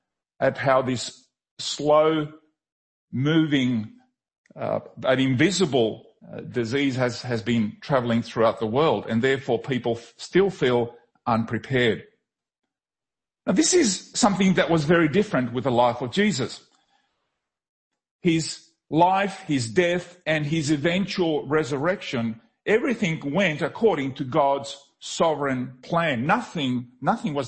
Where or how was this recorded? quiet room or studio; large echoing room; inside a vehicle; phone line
large echoing room